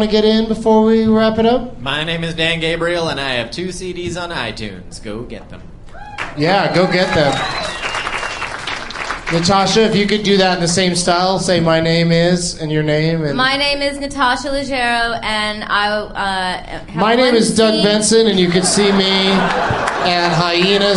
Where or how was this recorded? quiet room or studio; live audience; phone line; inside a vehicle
live audience